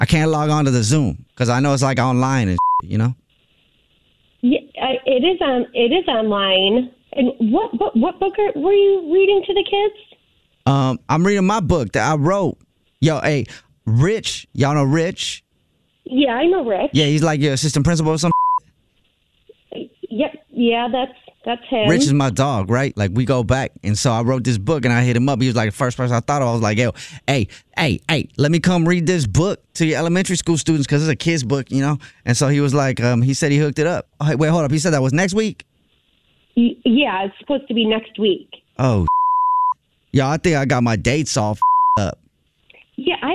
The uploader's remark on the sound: Phone Prank.